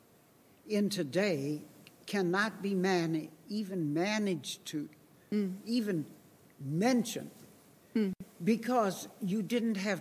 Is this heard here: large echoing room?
yes